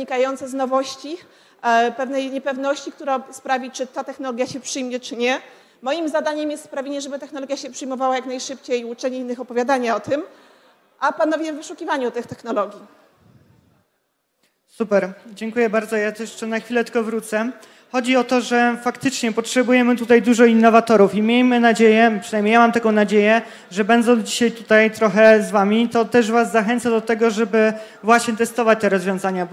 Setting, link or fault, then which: setting, live audience